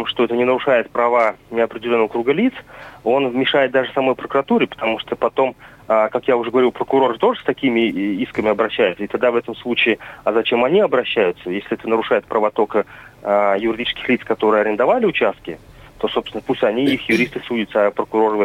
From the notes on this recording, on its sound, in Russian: По телефону